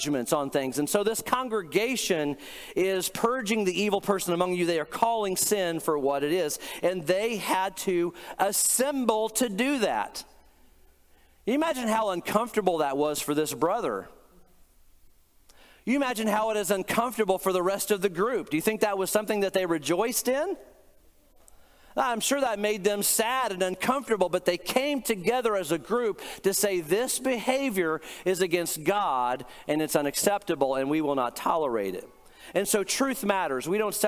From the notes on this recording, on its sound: Today’s podcast is a recent sermon I preached.